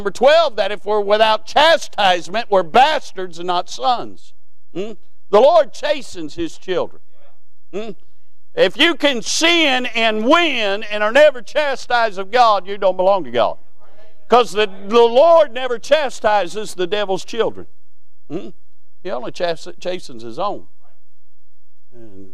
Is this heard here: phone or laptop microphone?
no